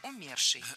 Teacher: Ударение в этом слове должно падать на корень слова «умерший».